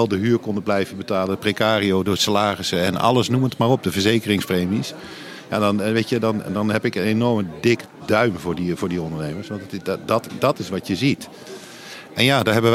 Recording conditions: busy venue